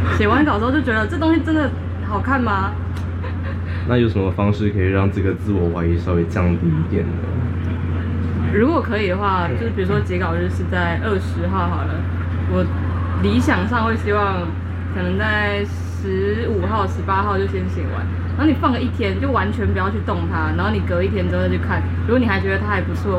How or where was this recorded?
busy venue